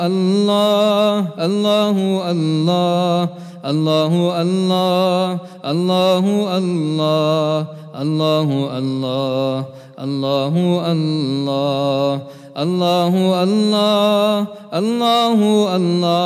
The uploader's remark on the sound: at the Houghton Masjid (West Street)